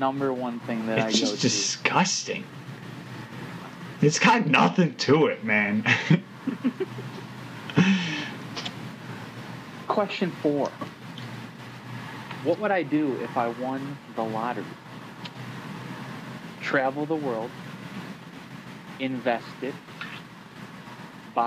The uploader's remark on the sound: WARNING! Major Audio Issues. We would like to apologize for the terrible audio. We have no idea what happened.